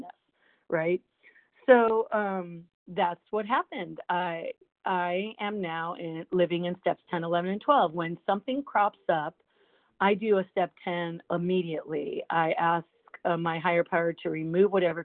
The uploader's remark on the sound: from the 100 Pounders Phone Meeting on 12/17/20